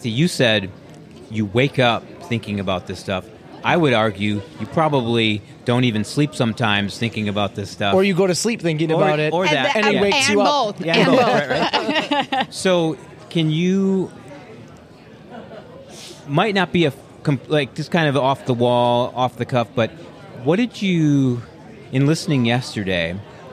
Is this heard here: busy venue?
yes